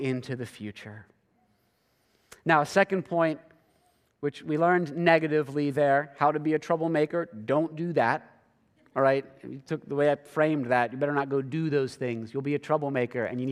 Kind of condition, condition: setting, large echoing room